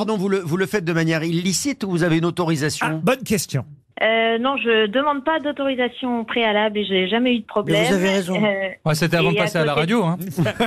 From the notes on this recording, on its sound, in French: LE COUP DE FIL DU JOUR. Au téléphone des Grosses Têtes.